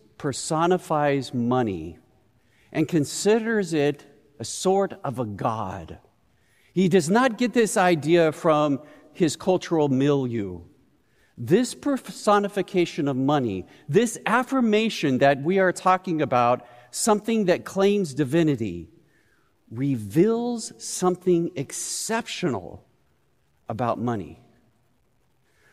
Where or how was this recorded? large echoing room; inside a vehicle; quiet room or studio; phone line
large echoing room